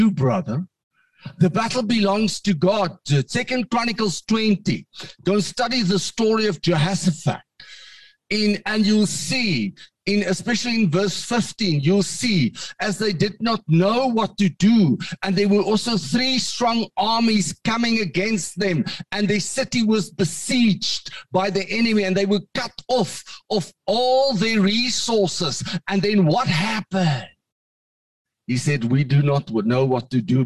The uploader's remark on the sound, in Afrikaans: Manne van die Woord Zoom Byeenkoms 21 Junie 2022.